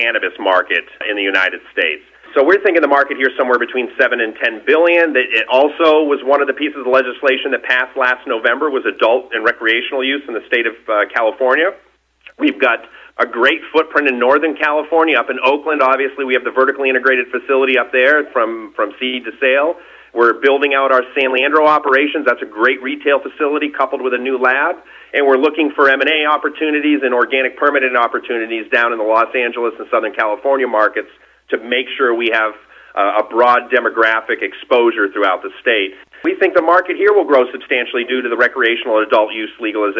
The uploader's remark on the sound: called in to SmallCapVoice